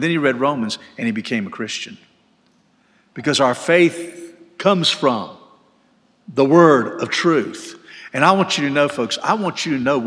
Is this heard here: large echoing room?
yes